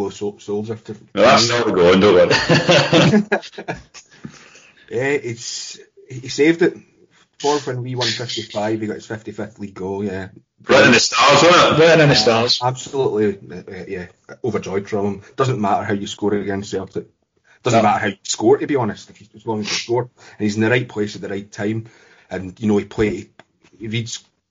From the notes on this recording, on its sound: Sorry about the recording quality